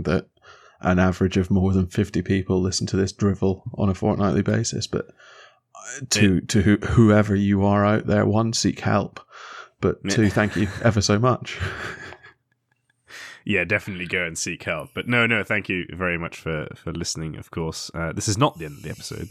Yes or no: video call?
no